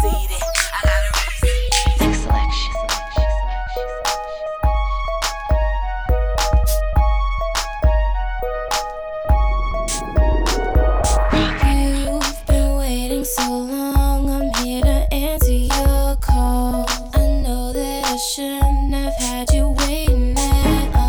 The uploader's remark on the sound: This hip hop mix was recorded live at corporate cocktail function.